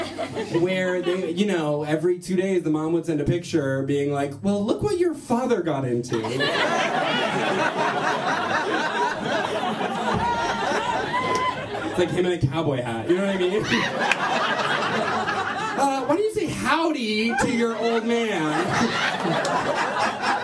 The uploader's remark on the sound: Live Show: Cruella Retelling. Our live show!